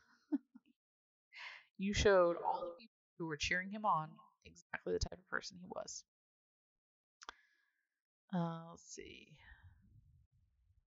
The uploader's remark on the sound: Apologies in advance for any audio inconsistencies.